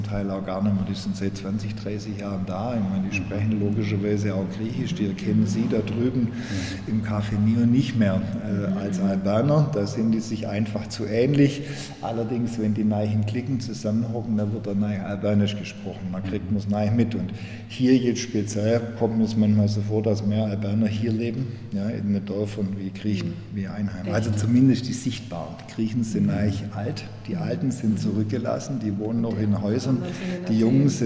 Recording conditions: large echoing room